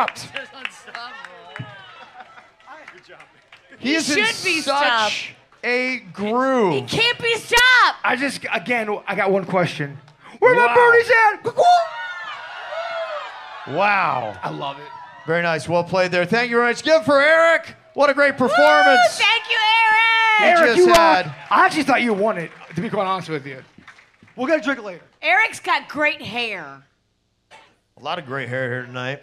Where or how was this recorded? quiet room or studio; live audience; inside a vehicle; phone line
live audience